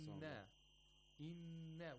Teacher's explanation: we have a noon which is mushaddad in verse 23. So you have to apply ghunna for two vowel counts.